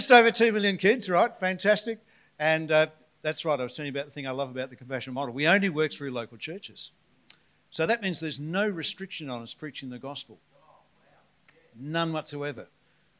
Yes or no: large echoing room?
yes